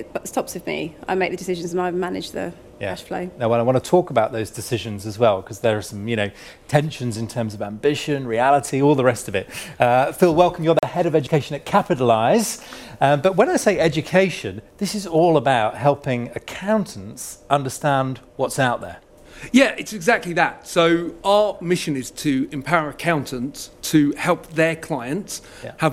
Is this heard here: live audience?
yes